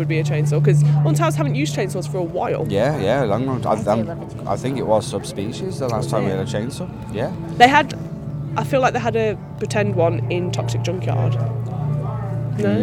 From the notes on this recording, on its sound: Scarefest at Alton Towers /On-location Review Episode 2023. We visit the Alton Towers resort as part of the Attraction Soure Scaremazing event to experience Scarefet 2023.